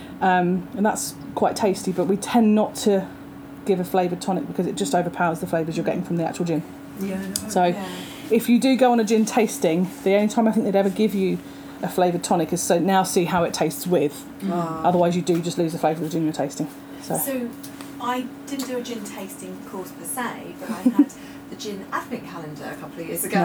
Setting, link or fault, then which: setting, outdoors